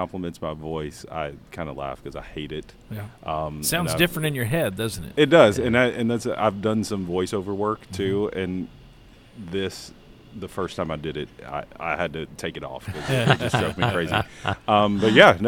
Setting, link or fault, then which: setting, busy venue